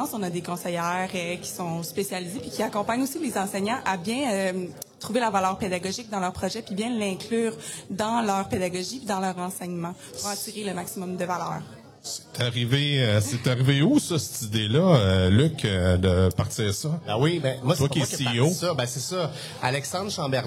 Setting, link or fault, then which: setting, busy venue